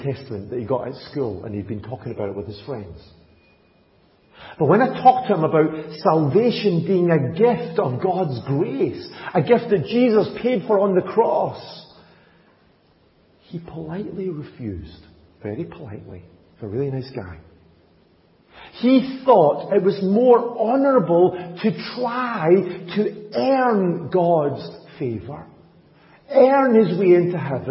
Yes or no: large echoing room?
yes